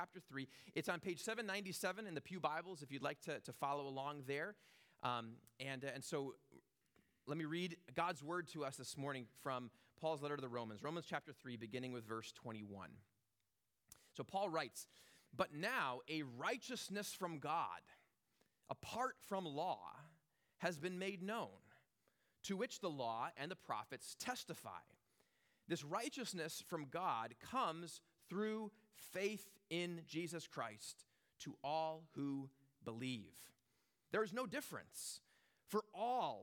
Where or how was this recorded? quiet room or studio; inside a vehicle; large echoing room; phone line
large echoing room